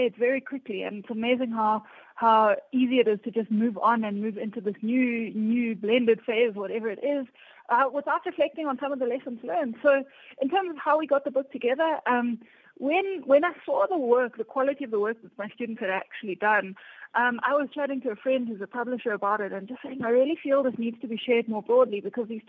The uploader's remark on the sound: Guest on the line